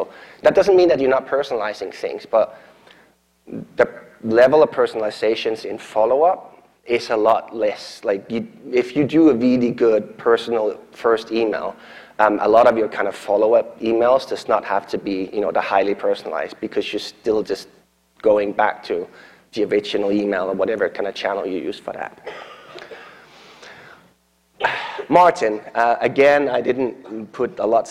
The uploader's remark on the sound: keynote at SourceCon in Seattle in 2019